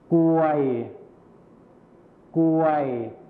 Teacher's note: คำควบกล้ำที่เป็นรอเรือหายไปนั่นเองนะครับ